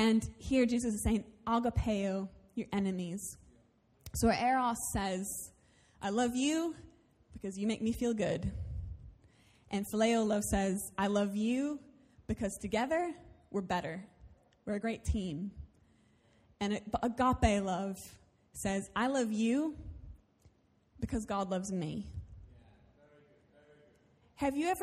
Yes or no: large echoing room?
yes